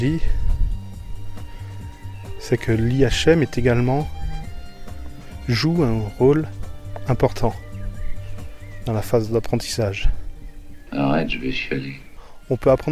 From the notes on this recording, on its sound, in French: Enregistrement avec le Zoom H1 en extérieur à la campagne. Pour correction de niveau de son dans le seconde partie.